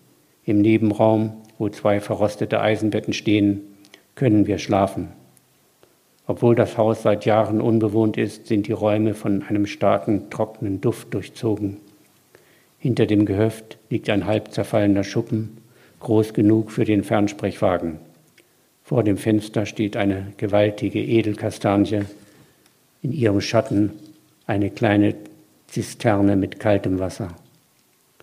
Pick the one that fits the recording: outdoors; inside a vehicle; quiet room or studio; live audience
live audience